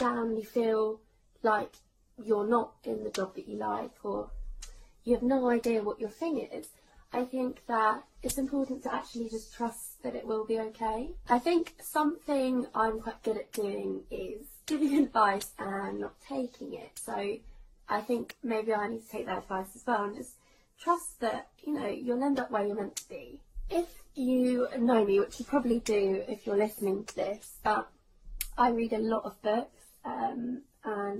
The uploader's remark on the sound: Just recording by myself every other week. Sorry about the microphone problems (the tapping sound) but I only realised once I had recorded.